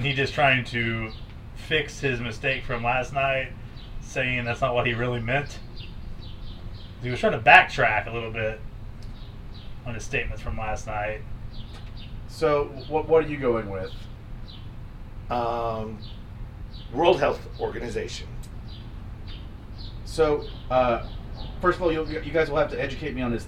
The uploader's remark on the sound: We're also still outside so we apologize for any sketchy audio.